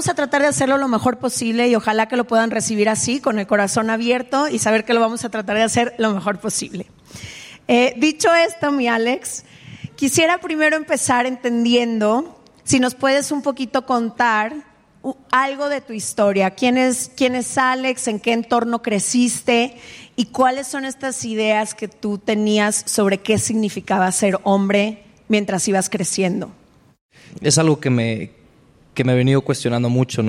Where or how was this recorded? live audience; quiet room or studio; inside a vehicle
live audience